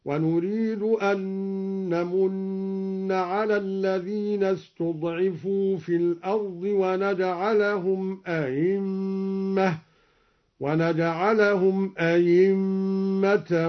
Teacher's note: قرأ الدوري بتسهيل الهمزة الثانية أو إبدالها ياء بدون إدخال